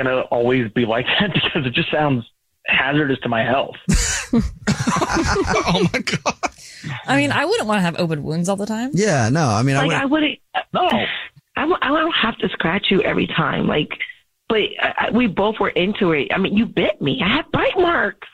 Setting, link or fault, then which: link, phone line